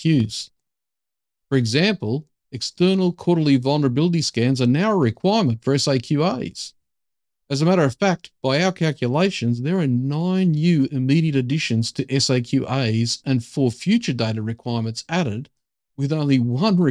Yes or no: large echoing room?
no